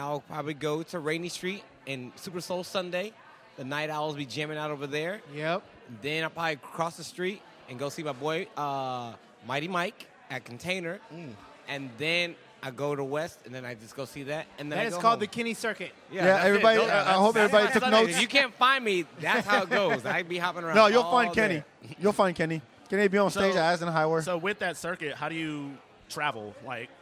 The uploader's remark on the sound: Sunday Funday Live From Lavaca Street Bar at Rock Rose.